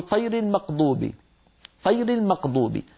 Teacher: فيخلط صوت الغين بالقاف